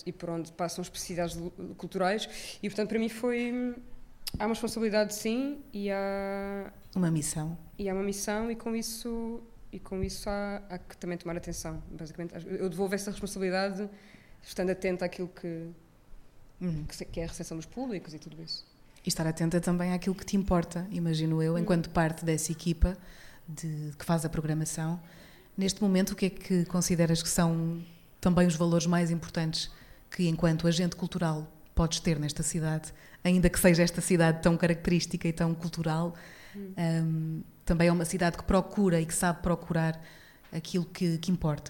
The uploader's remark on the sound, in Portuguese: Ao vivo no Maus Hábitos. Este episódio foi gravado ao vivo no espaço Maus Hábitos. A convite da iniciativa Podcast à Mesa.